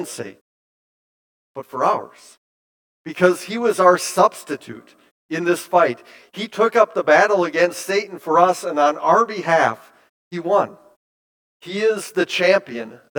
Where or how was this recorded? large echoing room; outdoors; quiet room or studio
large echoing room